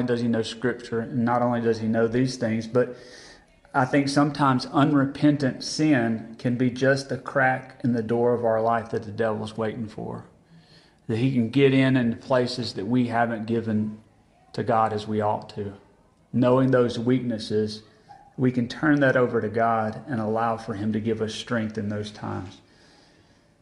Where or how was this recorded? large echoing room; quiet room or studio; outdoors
large echoing room